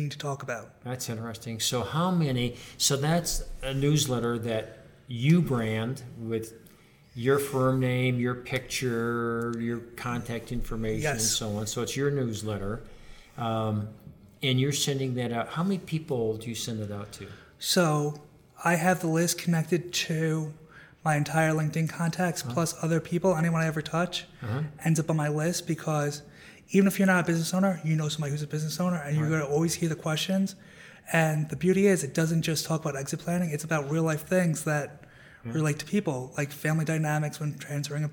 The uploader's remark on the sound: at the 2019 BEI National Conference